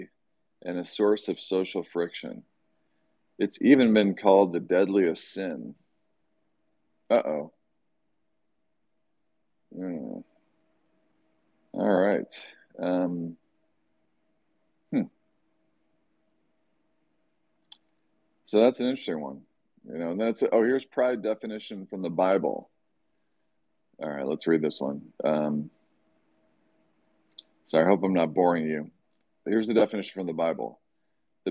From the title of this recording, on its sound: Twitter Space